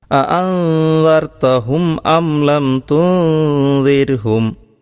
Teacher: ആ രണ്ട് സുക്കൂനുള്ള നൂനുകളെയും അവ്യക്തമാക്കി ഓതുന്നതോടൊപ്പം മണിച്ചുകൊണ്ട് ഓതണം. ഇഹ്ഫാ എന്നാണ് ഈ നിയമത്തെ സാധാരണ പറയാറുള്ളത്.